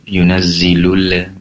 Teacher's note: Kemudian yunazzilul malaikah, pastikan alif lamnya diperjelas, yunazzilul malaikah, lamnya jangan sampai terdengar memantul, yunazzilul seperti itu.